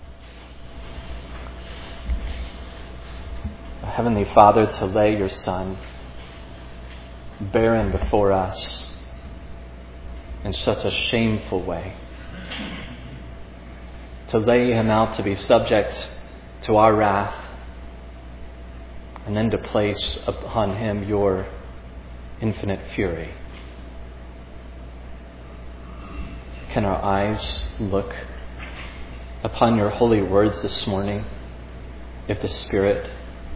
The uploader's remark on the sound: This sermon on Matthew 27:11-26 was preached at Providence Church on Sunday, August 14, 2022.